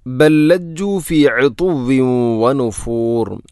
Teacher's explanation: ഒന്നാമത്തെ ലാമിന് രണ്ടാമത്തെ ലാമിലേക്ക് ഇദ്ഗാം ചെയ്യുന്നു, കൂട്ടി ലയിപ്പിച്ച് ഒതുന്നു